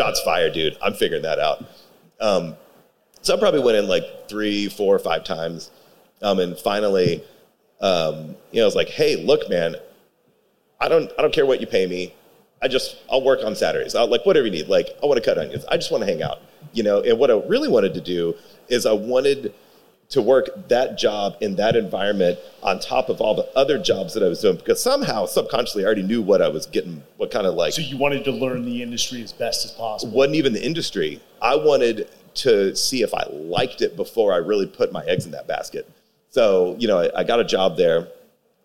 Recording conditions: live audience